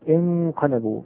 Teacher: النون الساكنة التي بعدها قاف انقلبوا حكم الإخفاء